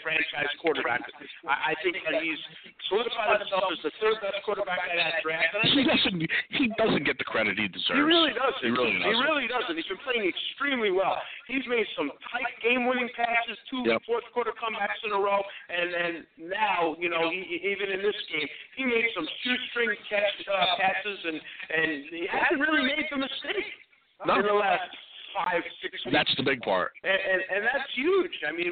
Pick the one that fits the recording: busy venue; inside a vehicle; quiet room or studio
busy venue